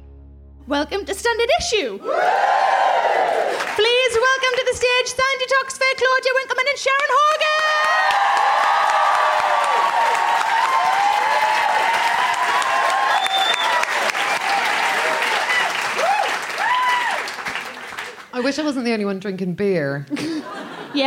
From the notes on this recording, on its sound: Recorded at Leicester Square Theatre on January 11, 2017.